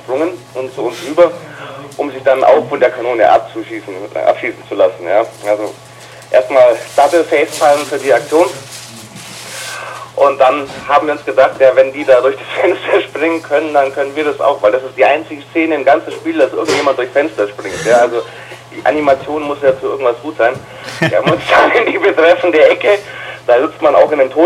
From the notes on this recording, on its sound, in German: Wir lassen uns von technischen Problemen bei der Aufnahme und mangelnder spielerischer Qualität doch nicht schrecken! In angemessenem LowFi-Ambiente.